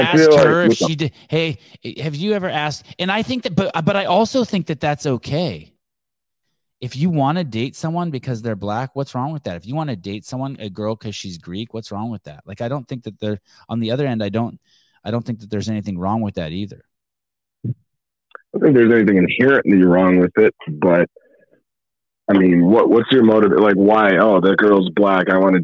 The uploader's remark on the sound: Live Call